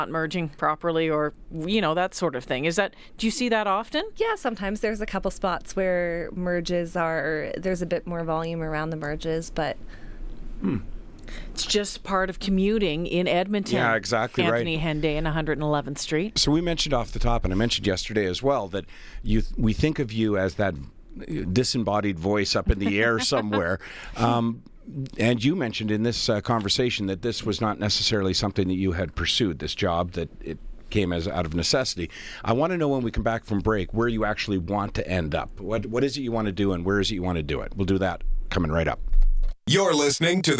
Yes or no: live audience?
no